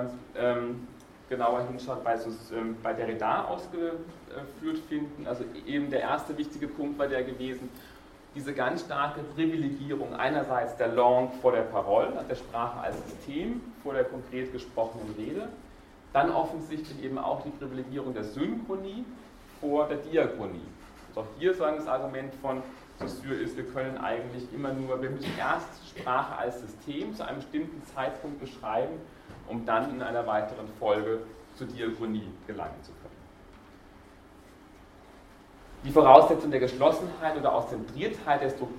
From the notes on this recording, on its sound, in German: Diese Vorlesung wurde von Studierenden aufgenommen